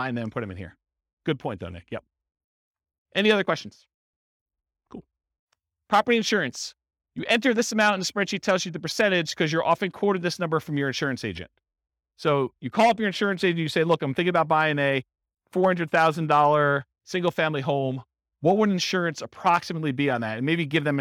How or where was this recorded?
live audience